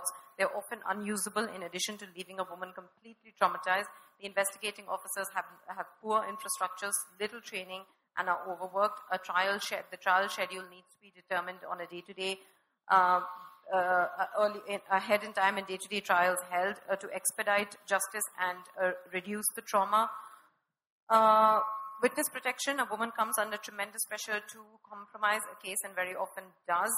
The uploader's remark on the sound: This episode is a live session from day 3 of #ZEEJLF2019.